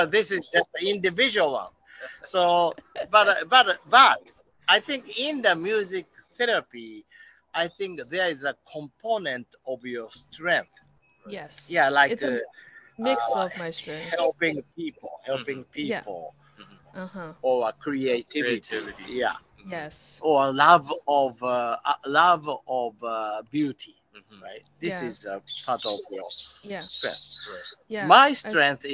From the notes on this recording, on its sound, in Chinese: Disclaimer about sound/background noise 为什么会有背景噪音，东京的火车声。Why it’s important to be outside (Violet light) 我们为什么要在户外采访。Highlight from audience Q&A 播客录制现场观众提问高光时刻。